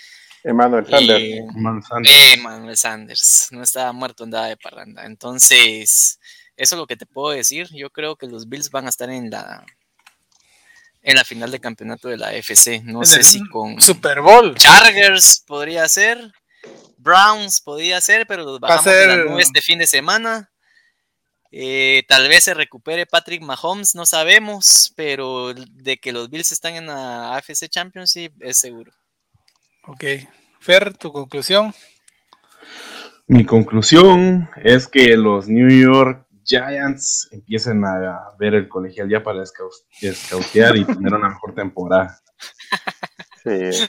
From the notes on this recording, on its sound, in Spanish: Las disculpas del caso por cualquier inconveniente en el audio, este es un programa que se trasmite en vivo via Facebook y YouTube